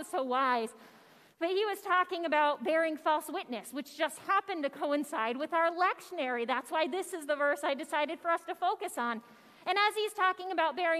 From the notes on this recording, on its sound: Audio from worship. Zion United Church of Christ.